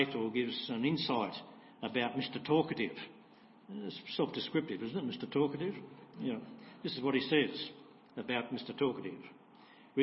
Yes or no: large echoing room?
yes